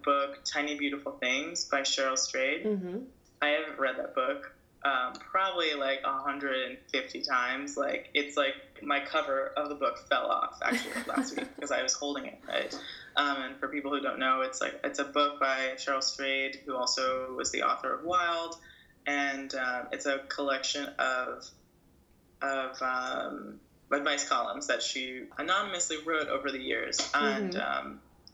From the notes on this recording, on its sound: This episode was recorded over Skype.